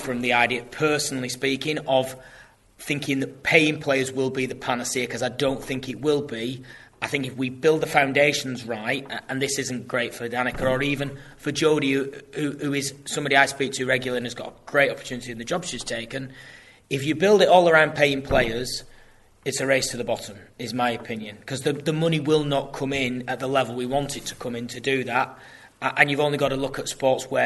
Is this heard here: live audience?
yes